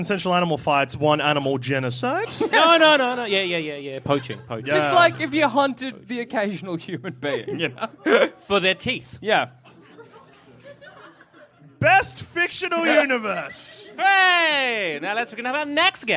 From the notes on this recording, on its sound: Live from MICF. Live from the Melbourne International Comedy Fest.